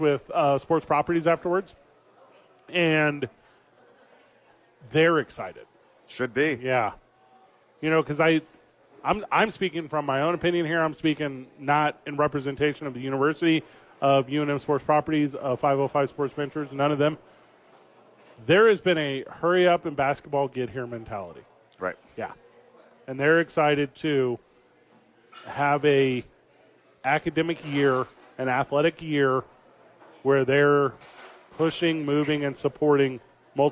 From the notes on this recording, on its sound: live from Sadies